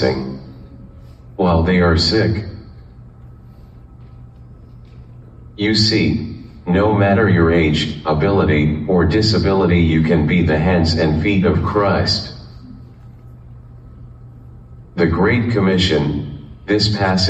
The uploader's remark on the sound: live from Journey Global Methodist Church in Kannapolis, NC